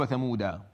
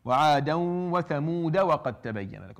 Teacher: فهذه وقفت عليها تقف بالسكون، وإذا وصلت تصل بالفتحة. فالألف المكتوبة عندنا في قراءة حفص عاصم لا تلفظ لا وصلا ولا وقفا · Shown in: second take